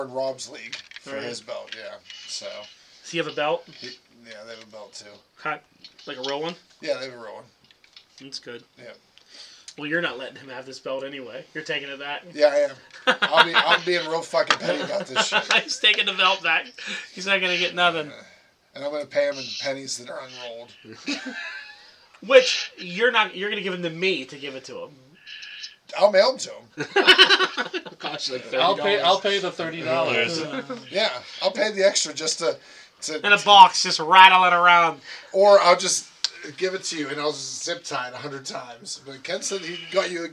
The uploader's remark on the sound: Sorry for the bad audio this week, we had some microphone issues.